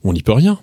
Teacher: As soon as there's a vowel sound after the on, you will say the n, which you should never say if there is no vowel after. · Term: liaison